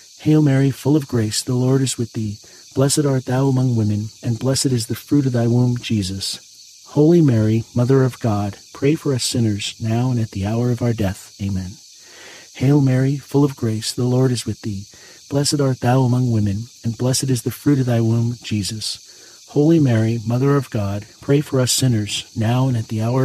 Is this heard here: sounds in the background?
yes